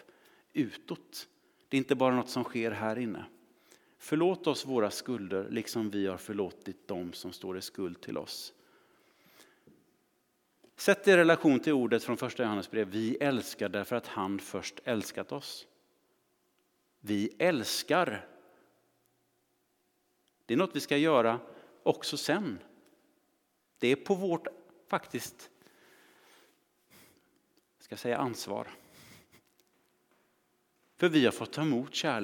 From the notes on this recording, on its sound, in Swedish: Inspelning från Immanuelskyrkan Skövde.